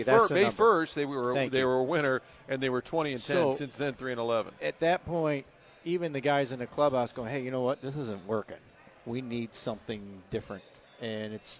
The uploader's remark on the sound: Broadcasting live from the Westport Social.